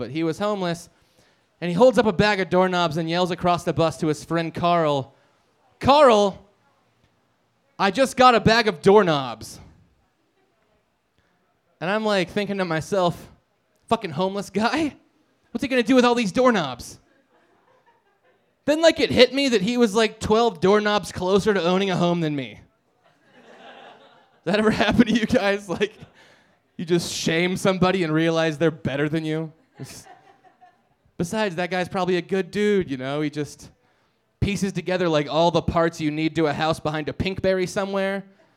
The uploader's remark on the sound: Recorded in front of a "studio" audience at Mutiny Information Cafe in Denver! Features an intimate acoustic set.